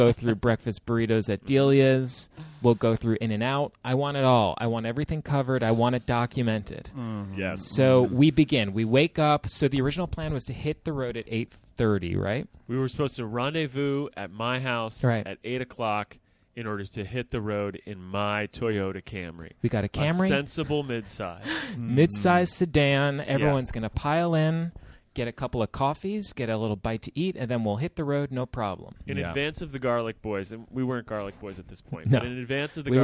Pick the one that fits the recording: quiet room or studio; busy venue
busy venue